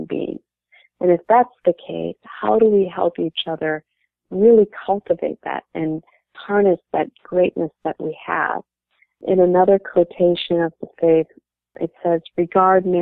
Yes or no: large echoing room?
no